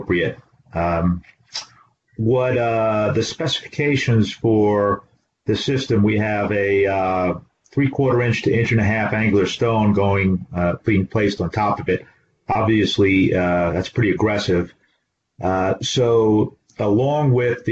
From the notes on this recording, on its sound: This is an audio version of the FGI webinar.